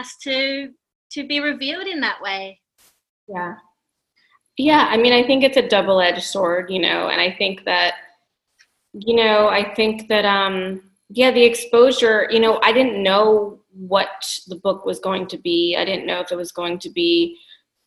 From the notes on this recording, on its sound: This conversation was recorded online during the Covid-19 crisis.